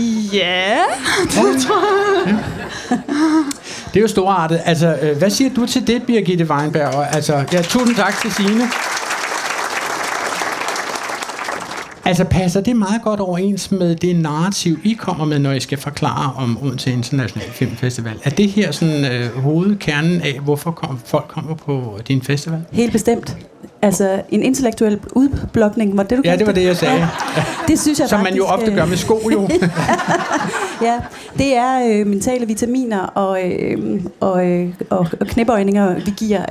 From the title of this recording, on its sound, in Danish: Live fra Kulturmødet på Mors